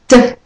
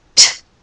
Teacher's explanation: So it's not D, it's T. Can you hear all that air? · Shown in: second take · T. And as I'm speaking, you can hear a lot of air.